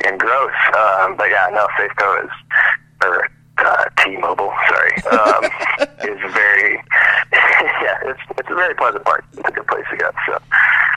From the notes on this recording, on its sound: We did this one on the phone and I swear to you I got it to sound as decent as humanly possible.